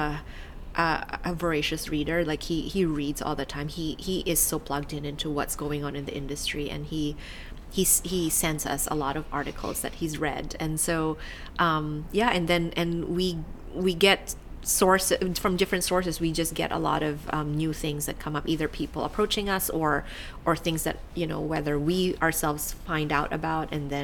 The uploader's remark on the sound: Recorded at Online Retailer 2017 in Sydney